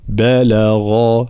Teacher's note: بلغ ترقيق الباء واللام ثم تفخيم الغين